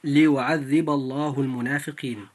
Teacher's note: فلام لفظ الجلالة في ليعذب الله لام مفخمة لمجيئها بعد الباء المفتوحة في كلمة ليعذب. فإذا جاءت اللام في لفظ الجلالة بعد مفتوح، أي بعد حرف مفتوح دائما، فيجب أن تفخم هذه اللام فتنطق هكذا: ليعذب الله المنافقين.